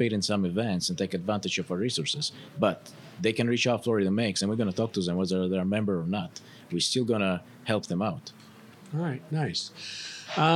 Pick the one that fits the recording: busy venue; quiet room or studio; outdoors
busy venue